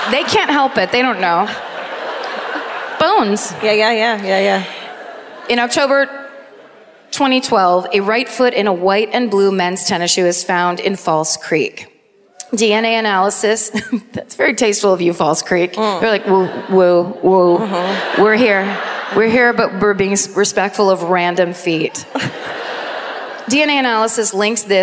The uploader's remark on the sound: Live at the Queen Elizabeth Theatre in Vancouver